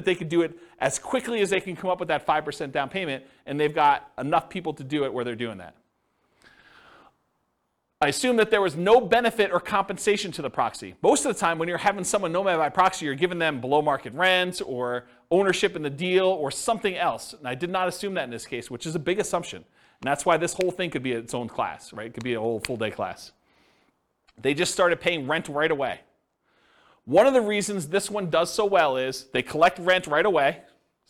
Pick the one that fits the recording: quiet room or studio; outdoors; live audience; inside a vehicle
live audience